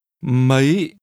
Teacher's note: How many is pronounced with a high rising tone.